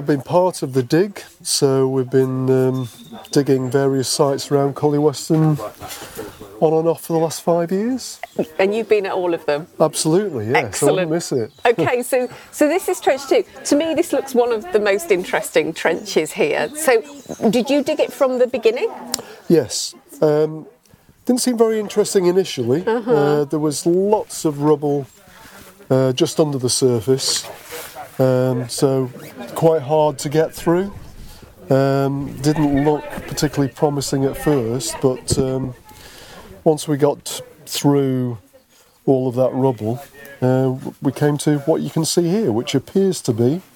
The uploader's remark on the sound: I revisit the site of Collyweston Palace on the day of an exciting find that emerged from the first in a series of on-site archaeological digs scheduled across the site during 2024. Recorded on location from the site.